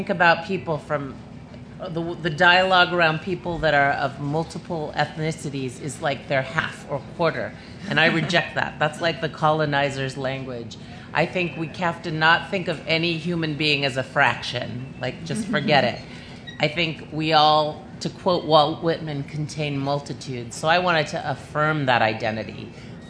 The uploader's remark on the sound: a panel from the Pima County Public Library Nuestras Raices Pavillion at the 2015